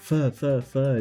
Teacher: E aí a sua arcada dentária vai um pouquinho mais para frente, até que para fazer um som mais ou menos parecido, você não encosta mais o seu lábio inferior no lábio superior. No mesmo lugar estariam os dentes, né, da arcada dentária superior.